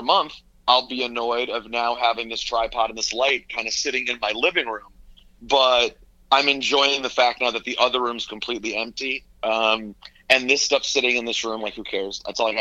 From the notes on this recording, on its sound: We make calls from our Upper West Side apartment. We get on the phone with Hot 97/ESPN/WWE personality. We get a live look in at him in the kitchen.